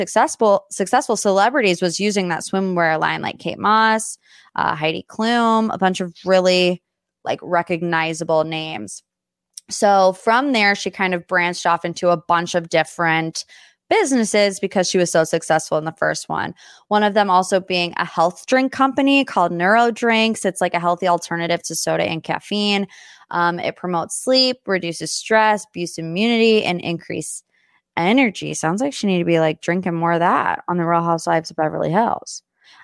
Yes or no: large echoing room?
no